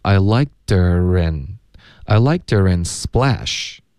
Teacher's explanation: her 的 r 音跟 n 要连读